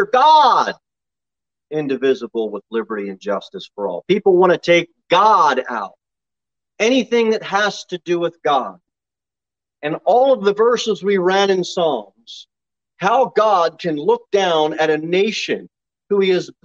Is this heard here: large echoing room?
yes